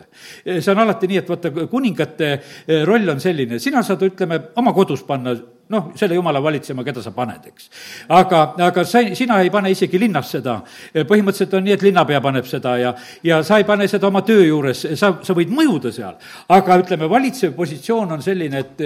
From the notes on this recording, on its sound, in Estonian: Audio salvestus koosolekult